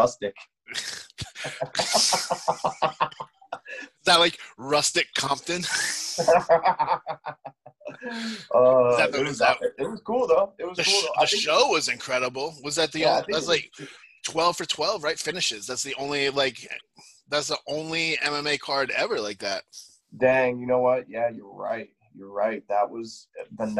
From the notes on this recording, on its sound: Zoomed with Bellator MMA Medical Director